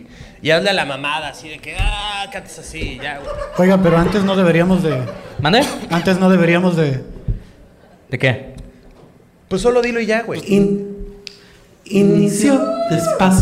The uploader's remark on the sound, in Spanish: En Vivo Tijuana